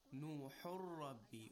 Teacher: Originally it was Nuhun Rabbi. But now after applying idgham without ghunna, that is, we say قَالَ نُوحٌ رَبِّي as if the noon does not exist at all